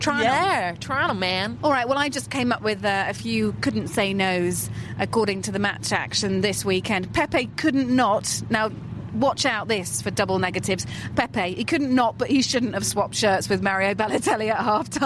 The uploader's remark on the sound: The Offside Rule (We Get It!) Euro Show is recorded post-match at White Hart Lane.